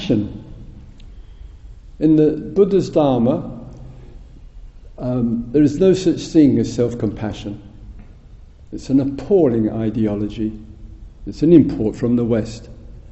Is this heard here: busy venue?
no